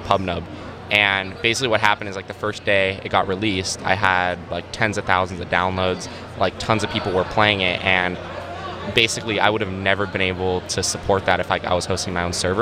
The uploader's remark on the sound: TechCrunch Disrupt NY. 3Pillar was a sponsor of this year's conference, so we had a prime location on the showroom floor.